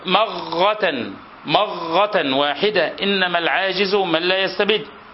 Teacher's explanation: ومنهم من يجعل الراء غينا معجمة